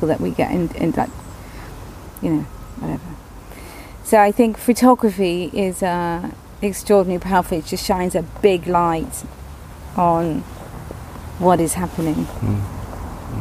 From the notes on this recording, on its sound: Recorded in her garden in Devon.